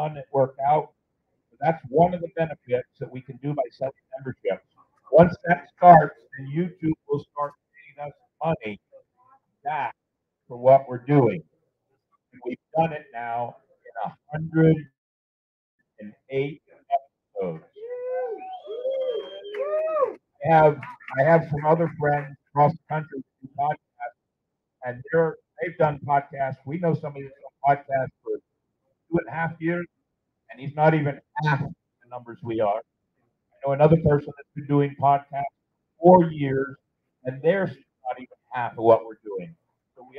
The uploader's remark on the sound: Live on Location at Dicks Wings 2023!